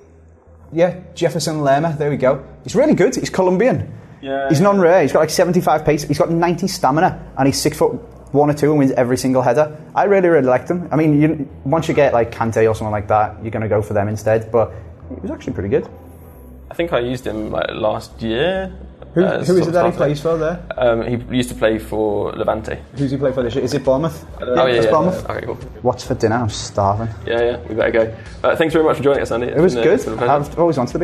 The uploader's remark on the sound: Live from the FIFA19 Capture Event